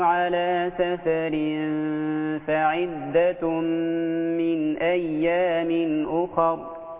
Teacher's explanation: الوقفة على اخر هو هذا سكون عارض ليس فيه رام ولا اشمام